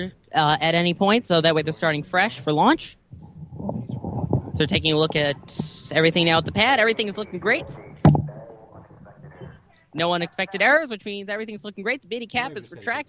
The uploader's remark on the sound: The entire team gathered at the Kennedy Space Center to broadcast live coverage of the final space shuttle launch. The final flight of the shuttle program can be heard directly from our own microphones as we narrate the 8 and 1/2 minute climb to orbit which Atlantis performed. Live from the Kennedy Space Center in Cape Canaveral, Florida.